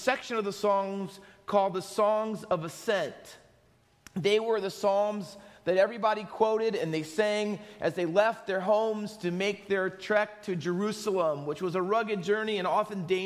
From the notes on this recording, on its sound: Faith Baptist Church in Hamilton, NJ.